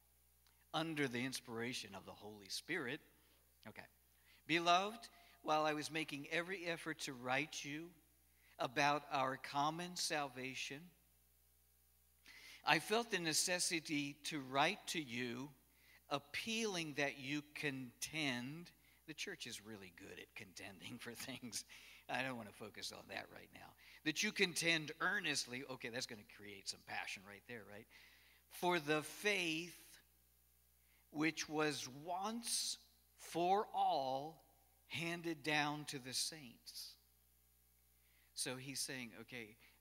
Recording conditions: large echoing room